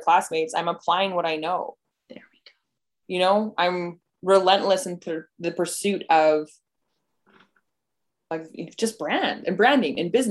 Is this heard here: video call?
yes